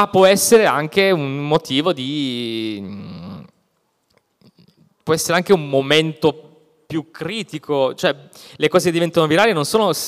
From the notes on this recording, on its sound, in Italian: Abbiamo anche perso una ventina di minuti di registrazione (eravamo live a Bologna, il bello della diretta).